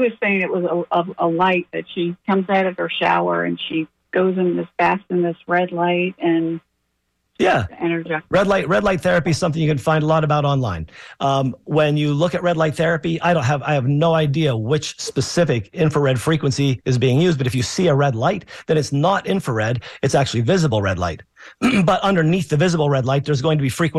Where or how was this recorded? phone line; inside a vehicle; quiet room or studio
phone line